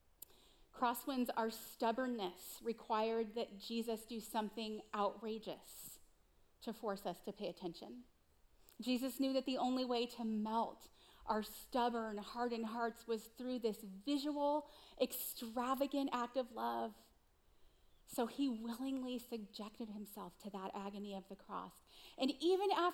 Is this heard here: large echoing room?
yes